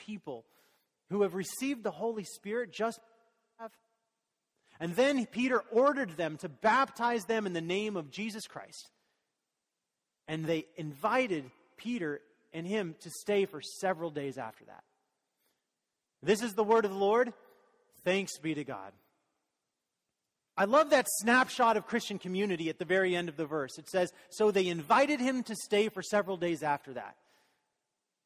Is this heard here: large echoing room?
yes